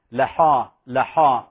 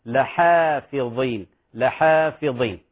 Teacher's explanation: والحاء من حروف الترقيق وليست من حروف خص ضغط قض · Shown in: second take